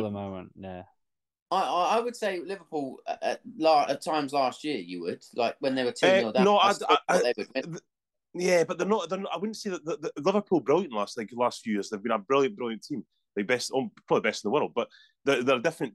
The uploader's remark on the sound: Back on zoom.